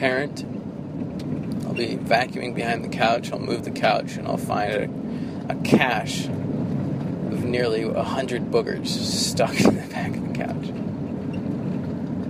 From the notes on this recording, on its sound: From the Northeast Kingdom, a solo rambler recorded while driving around Vermont.